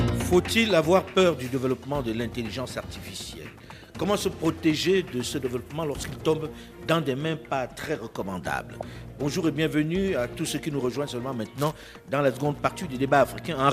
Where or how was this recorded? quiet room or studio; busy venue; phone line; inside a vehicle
busy venue